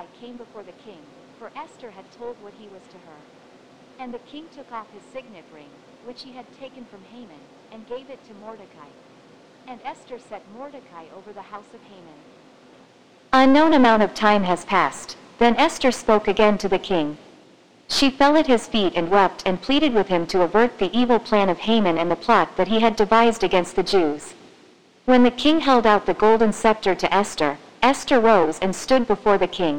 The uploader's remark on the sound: Sorry about the Audio.